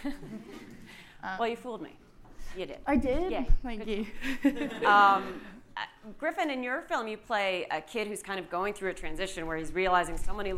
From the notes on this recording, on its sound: In front of a live audience at the SundanceTV HQ on Main Street in Park City, UT during the 2019 Sundance Film Festival.